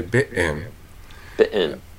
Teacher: And in the case of bit-in, I've basically stopped at the glottis. · Term: glottal closure